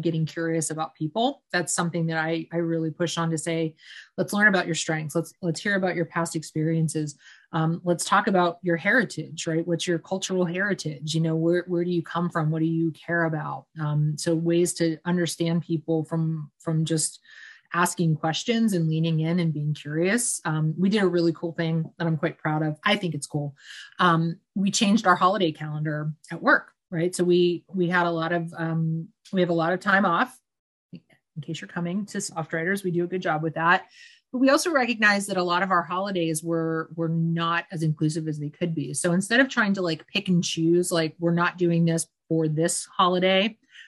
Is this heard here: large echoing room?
no